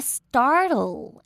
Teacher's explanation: 一定要舌头往上让我听到 L 的音哦